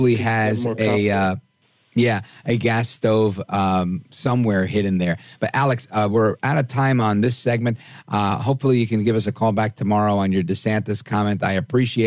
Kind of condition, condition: link, phone line